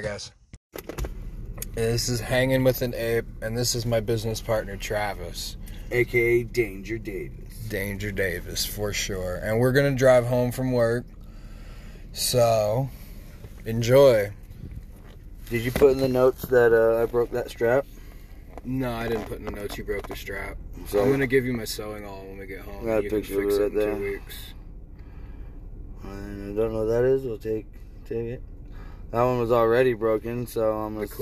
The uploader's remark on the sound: Sorry about any dead air time. Glad the in vehicle noise isn't so bad.